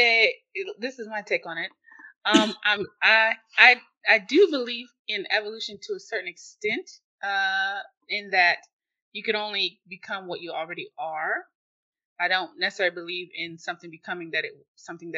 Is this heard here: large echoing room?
no